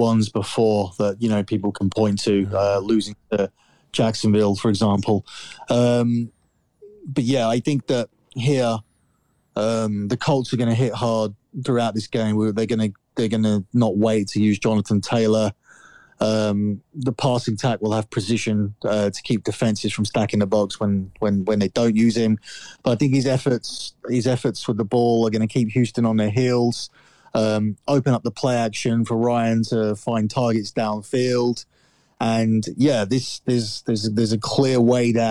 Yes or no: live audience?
no